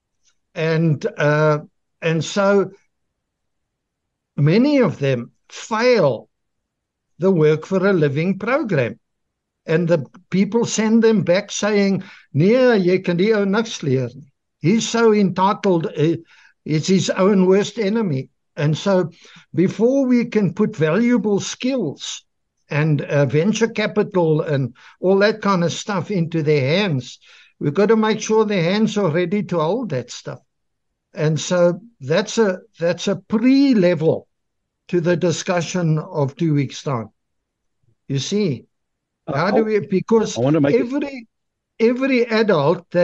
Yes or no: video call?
yes